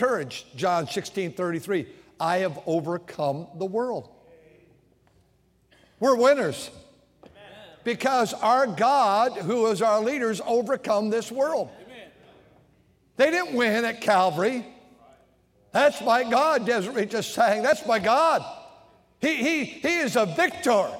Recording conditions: large echoing room